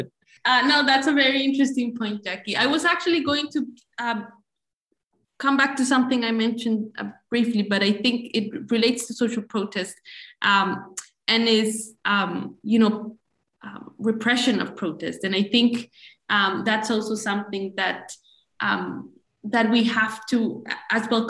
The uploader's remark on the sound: This event was held via Zoom on Wednesday 8 December, 2021.